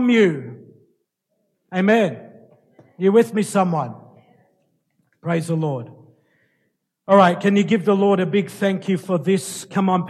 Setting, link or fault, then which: setting, large echoing room